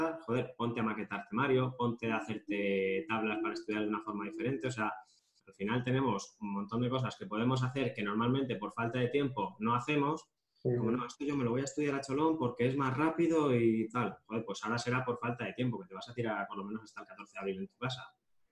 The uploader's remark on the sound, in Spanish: nos hemos reunido cuatro amigos por vídeo-llamada